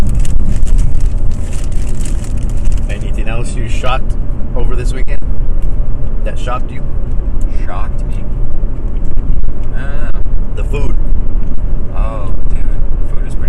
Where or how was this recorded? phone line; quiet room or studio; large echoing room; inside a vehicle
inside a vehicle